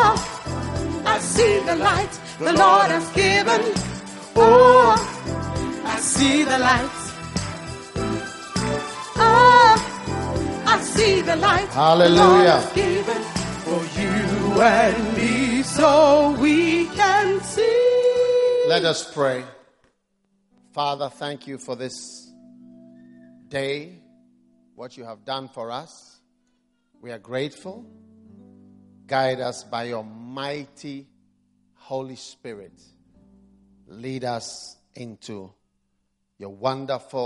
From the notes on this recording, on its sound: Preached at the First Love Center, Accra.